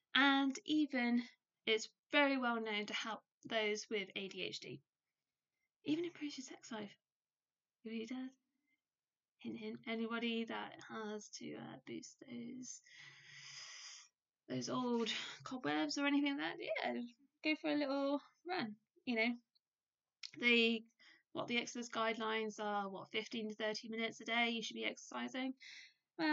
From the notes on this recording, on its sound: Apologies in the sound, there was a little spider on my mic and I wasn't going to touch that dude during a converstation.